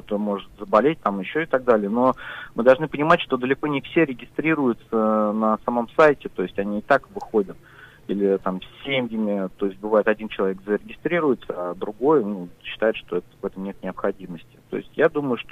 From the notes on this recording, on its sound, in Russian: По телефону: юрист штаба Навального в Уфе.